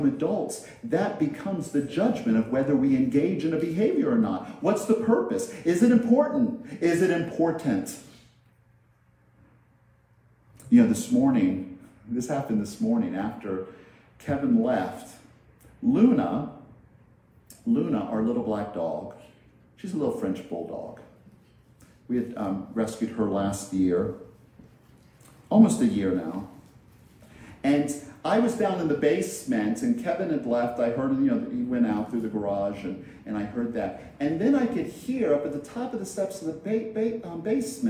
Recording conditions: large echoing room